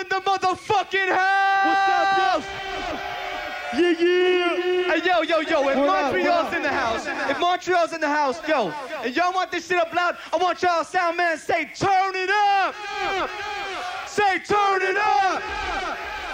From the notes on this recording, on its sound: CKUT Live Remote Montreal Massive 4. CKUT broadcasts live from IsARt in Montreal.